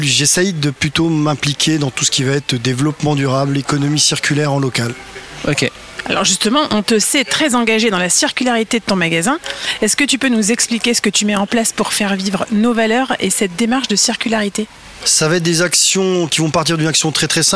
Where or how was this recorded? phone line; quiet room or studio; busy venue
busy venue